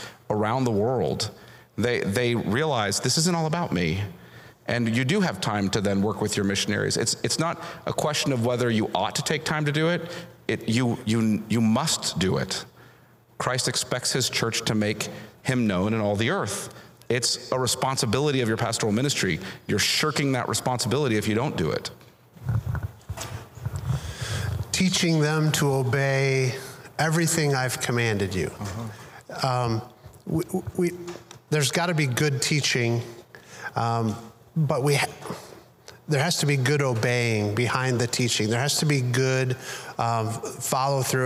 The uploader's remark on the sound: Panel from the 2021 Radius Missiology Conference. RMC21 Panel 1.